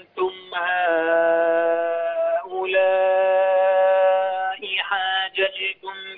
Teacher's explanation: لا، اوعى ترجع الهمزة تاني. عايزك بعد ما تجيب الستة بتاعت الألف تنزل على إخفاء النون